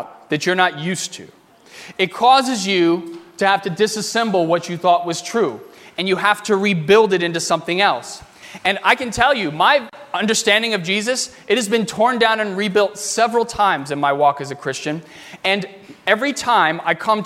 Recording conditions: large echoing room